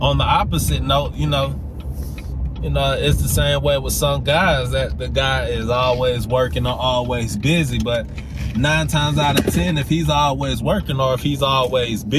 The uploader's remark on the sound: Driving while Thinking. While I was driving home.